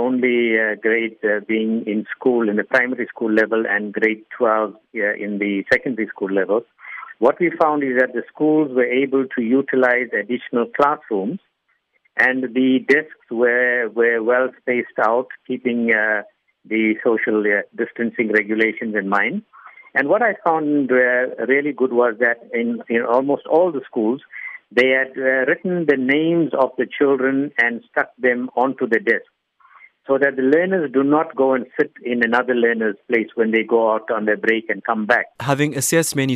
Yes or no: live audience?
no